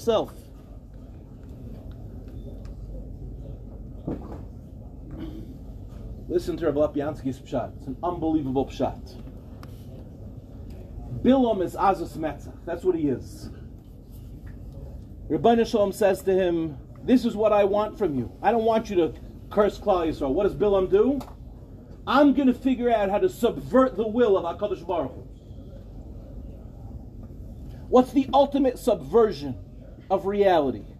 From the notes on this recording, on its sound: In this shiur, delivered at NCSY Kollel Mishmar